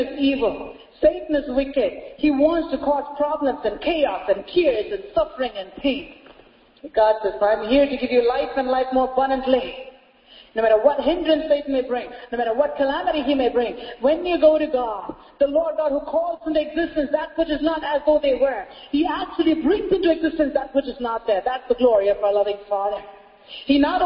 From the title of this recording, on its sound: Sunday Service Message